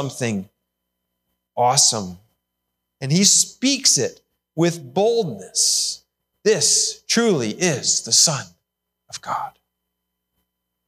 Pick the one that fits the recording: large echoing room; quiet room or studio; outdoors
large echoing room